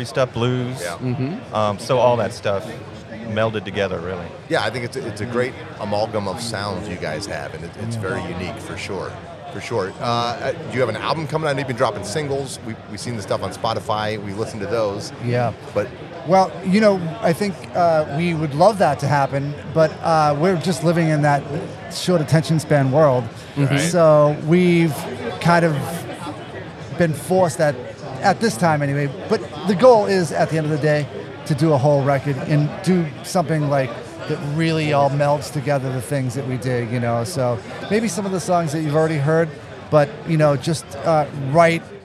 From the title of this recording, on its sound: interview from Rock N Pod Nashville 2023